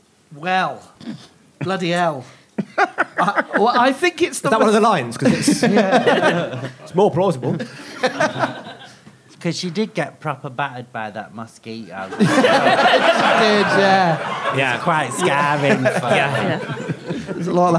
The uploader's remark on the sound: Recorded live at The Phoenix pub.